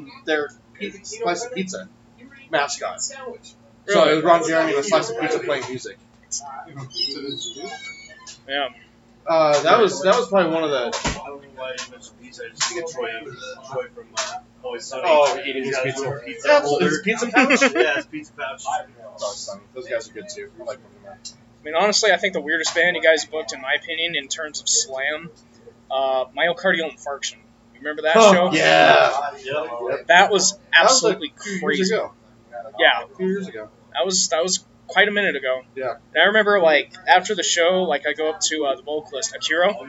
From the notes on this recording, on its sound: this episode was recorded at trailside saloons back patio so apologies for the loudness oops